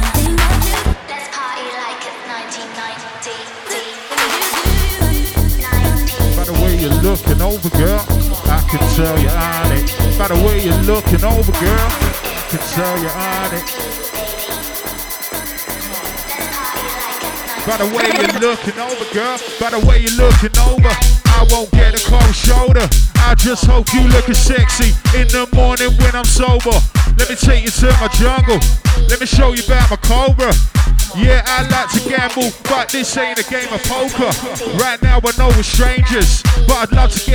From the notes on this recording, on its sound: live recording, Music Box 4th Oct (last set of the night)